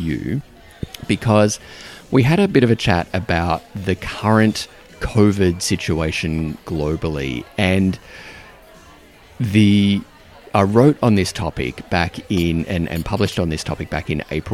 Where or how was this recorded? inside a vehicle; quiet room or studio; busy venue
busy venue